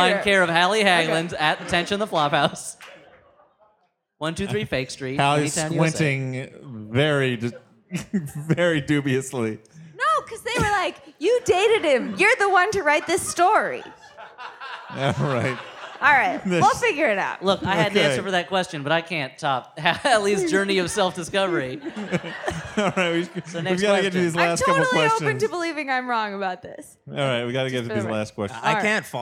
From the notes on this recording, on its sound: We continue to exploit our vault of unreleased live shows